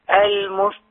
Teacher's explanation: المستقيم ما تبلغيش في القاف، في تفخيم القاف